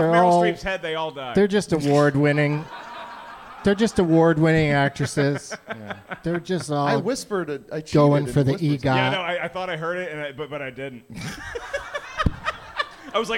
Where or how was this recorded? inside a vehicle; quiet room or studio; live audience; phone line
live audience